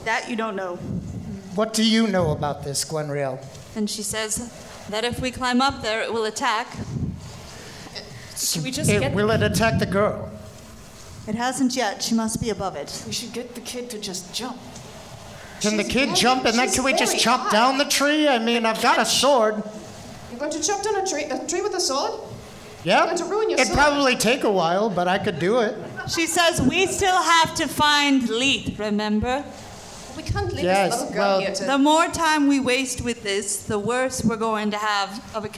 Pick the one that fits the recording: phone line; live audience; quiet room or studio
live audience